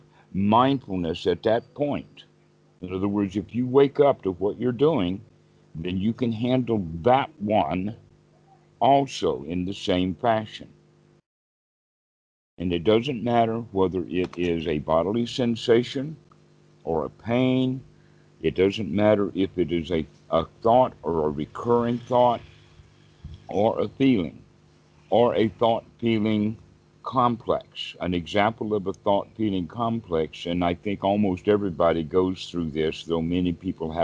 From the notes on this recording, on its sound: skype calls on this channel